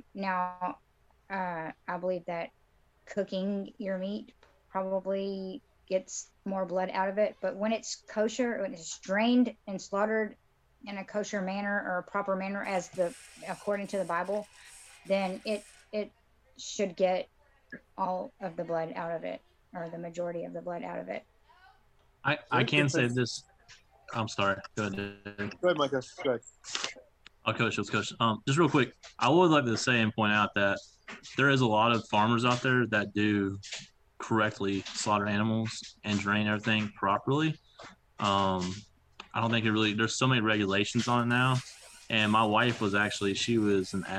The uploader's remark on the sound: This is the weekly Torah Portion done live over a zoom meeting.